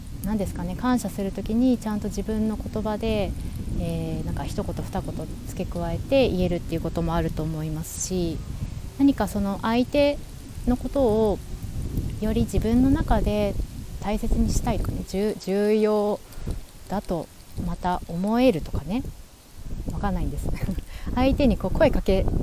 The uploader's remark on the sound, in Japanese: 山の中腹で収録しました。風や鳥、救急車のサイレン音なんかも入っておりますが。外で収録。